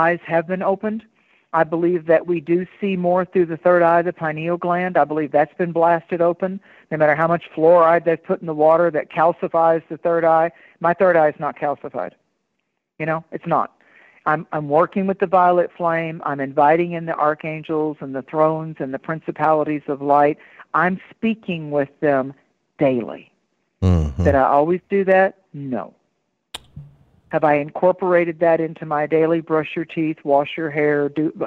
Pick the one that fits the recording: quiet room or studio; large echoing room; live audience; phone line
phone line